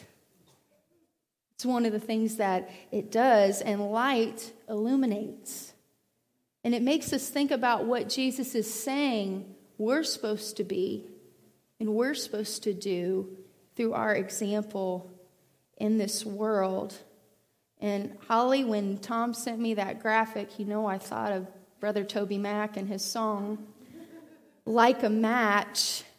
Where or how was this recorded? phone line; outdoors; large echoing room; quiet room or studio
large echoing room